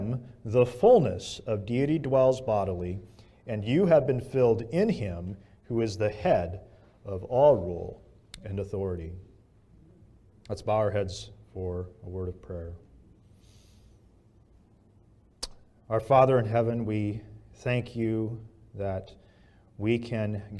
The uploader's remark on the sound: This message was preached at Bethel Community Church, Sarasota, FL